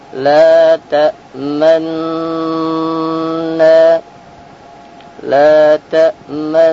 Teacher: La ta'manna, la ta'manna, atau ismam, yaitu dibaca dengan gunnah kemudian memajukan bibir dengan membentuk dhammah